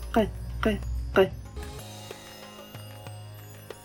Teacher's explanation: Помимо того, что этот звук происходит от смыкания, он считается взрывной, потому что он моментальный и идет отдача воздуха. Сначала мы запираем воздух, потом его резко отпускаем.